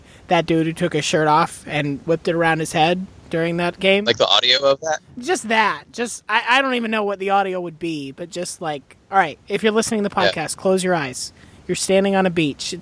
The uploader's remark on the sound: He recorded his portion in the car this week in transit to SEC Media Days. Recording in his car on a phone over the ineptly paved and uneven highways of Alabama.